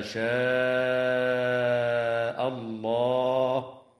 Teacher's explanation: وكذا تمد الألف من كلمة شاء بمقدار 4 أو 5 حركات من قبيل المد المتصل، مع مراعاة تفخيم اللام في اسم الله بعدها لوقوعها بعد فتحة.